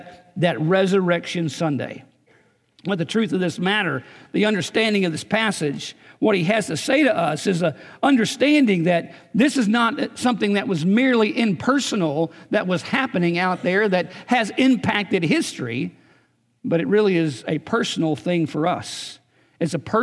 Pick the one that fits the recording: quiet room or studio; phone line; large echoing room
large echoing room